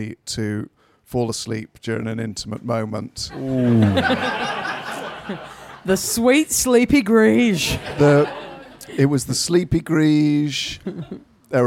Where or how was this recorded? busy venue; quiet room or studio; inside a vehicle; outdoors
busy venue